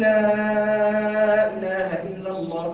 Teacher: مد التعظيم حفص بيقصر، لكن يجي عند كلمه التوحيد ويمد، مش بسبب الهمزه ولكن بسبب اما بيقال عليه مد التعظيم واما مد المبالغه، أي المبالغة في نفي كل ألوهية سوى ألوهية الله عز وجل.